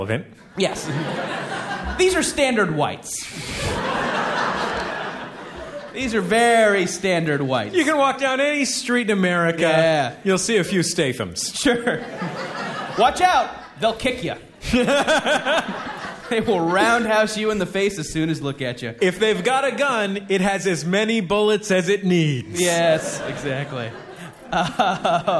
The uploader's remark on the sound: Taped live at SF Sketchfest